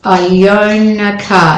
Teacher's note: the N at the end of own links to the A, but that's not an intrusive Y.